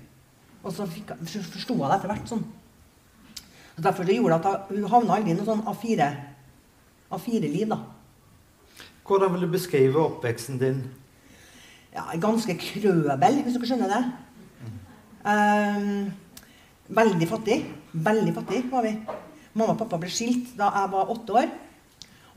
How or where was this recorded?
large echoing room